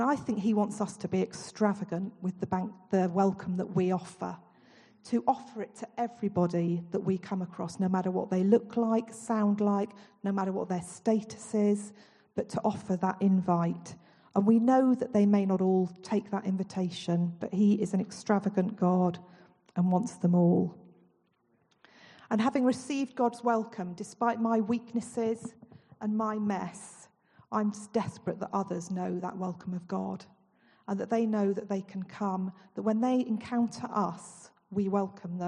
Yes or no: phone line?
no